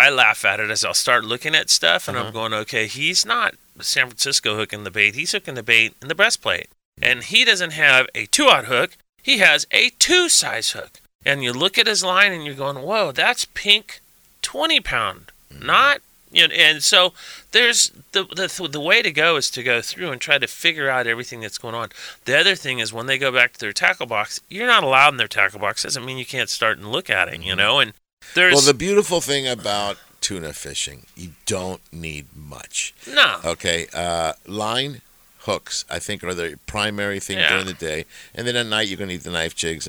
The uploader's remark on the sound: On AM 830 KLAA. "LIVE" from Angel Stadium in Anaheim, CA. Answer specific questions from the listeners.